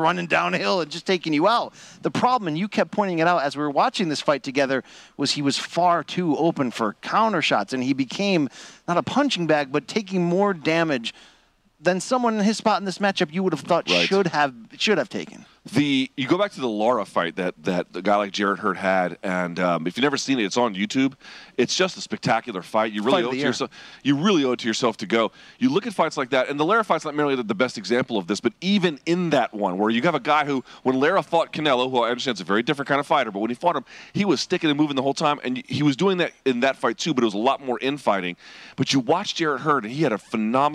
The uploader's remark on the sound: The boys react live from Hard Rock Stadium